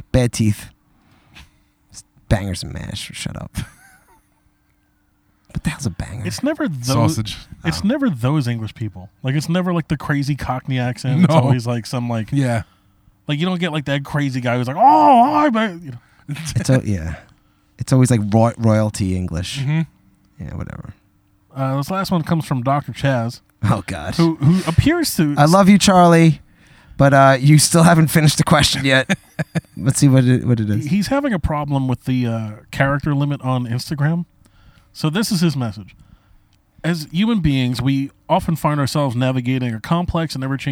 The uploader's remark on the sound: On their first ever live backyard show